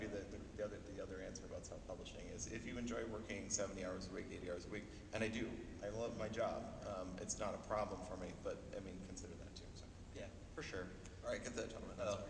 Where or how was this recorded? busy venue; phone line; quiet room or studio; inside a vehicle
busy venue